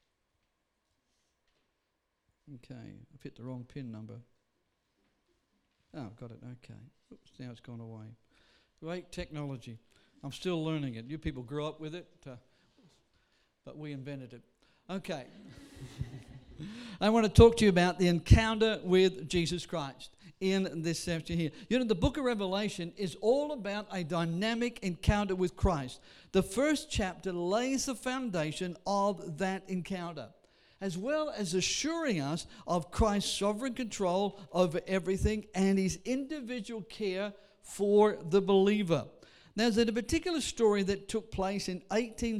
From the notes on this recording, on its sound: Sunday service preaching recorded on 11th of August